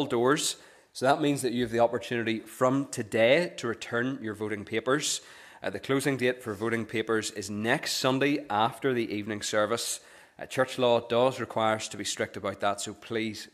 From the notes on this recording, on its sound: the recording of the Bible reading and sermon from our morning service on Sunday 10th September 2023